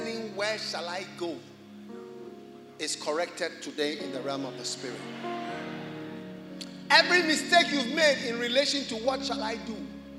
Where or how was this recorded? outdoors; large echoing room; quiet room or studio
large echoing room